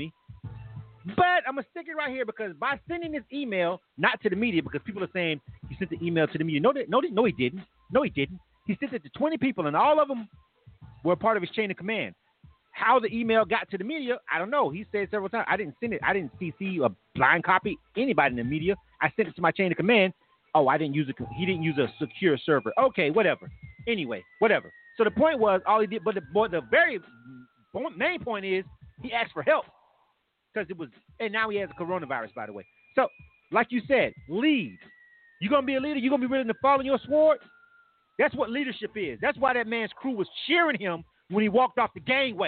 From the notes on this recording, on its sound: K-100 Radio returns to form with the reboot of our live talk segment "Points Of View". This live talk radio show features various subject matters, special guests and also live calls from our listening audience.